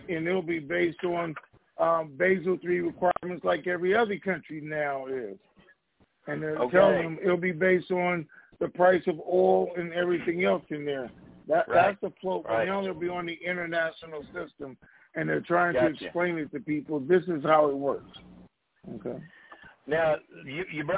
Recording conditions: phone line